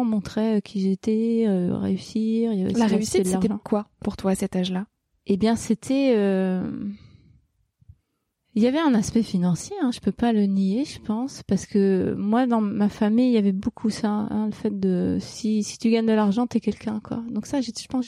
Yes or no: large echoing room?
no